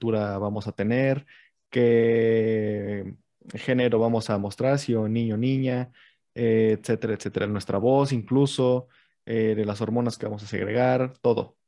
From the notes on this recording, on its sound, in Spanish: Posteriormente se graba y se sube como podcast.